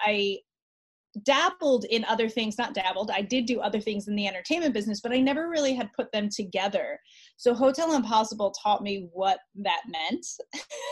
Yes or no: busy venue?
no